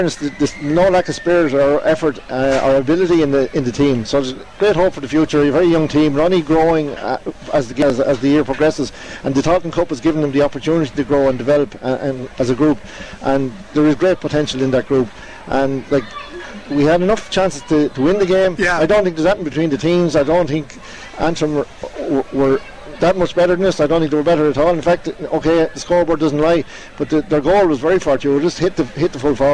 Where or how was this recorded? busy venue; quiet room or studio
busy venue